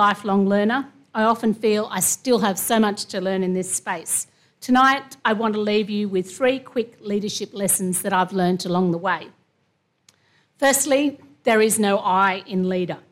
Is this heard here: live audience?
yes